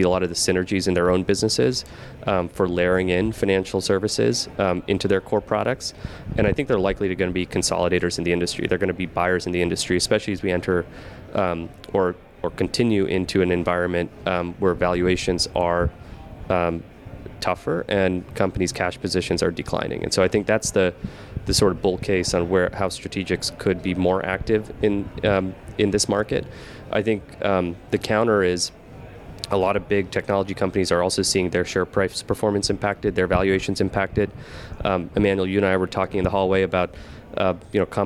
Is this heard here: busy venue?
yes